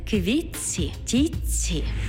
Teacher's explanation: звук «т» переходить у м'який подовжений звук «ц»